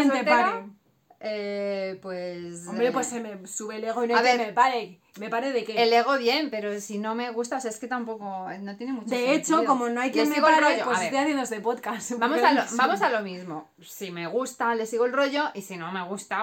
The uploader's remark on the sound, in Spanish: Vídeo grabado con móvil y editado en el teléfono con YouCut.